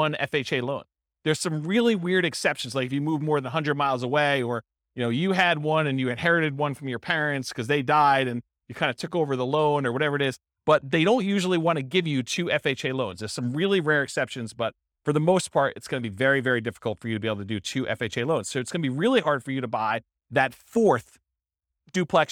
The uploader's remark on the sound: This was a live class recorded